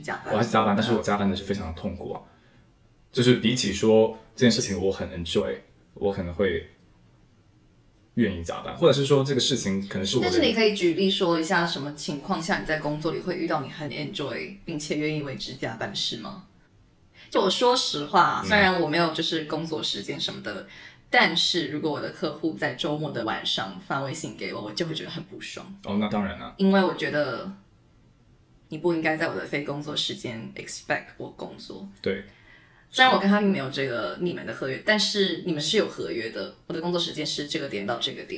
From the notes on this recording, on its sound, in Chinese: 这集回音有点大，我们还在找出原因，希望之后不会有！